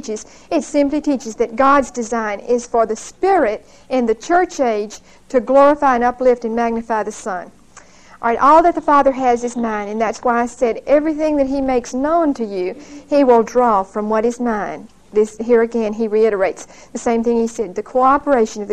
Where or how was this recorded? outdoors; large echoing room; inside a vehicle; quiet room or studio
large echoing room